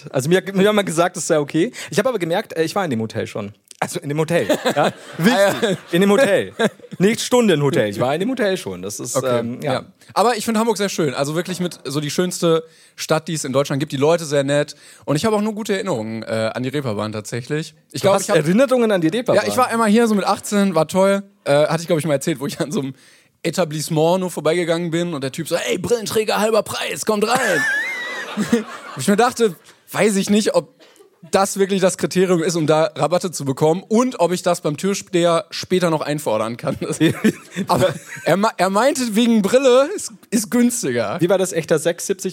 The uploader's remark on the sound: LIVE in Hamburg. Auf der Reeperbahn nachts gegen 8.